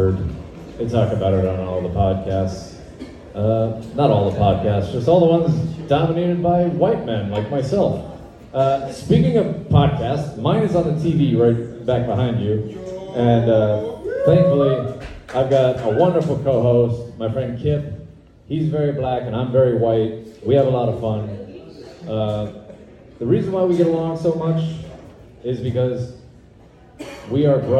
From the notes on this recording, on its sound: We bring you the live entertainment from an open mic at Leaves and Roots-Ft. Lauderdale, FL.